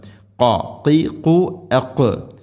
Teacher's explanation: തൊണ്ടയുടെ മുഗൾ ഭാഗവും കഴിഞ്ഞ് ചെറുനാക്ക്, ചെറുനാക്കിൻ്റെ ആ ഒരു ഭാഗത്ത് നിന്നാണ് ഖാഫിൻ്റെ ശബ്ദം